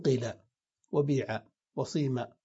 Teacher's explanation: تكسر القاف كسرا خالصا فتنقلب الألف إلى ياء · Term: إخلاص الضم